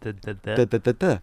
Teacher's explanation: Now, if we're going to make that D against the back of the upper incisors, almost in between the teeth.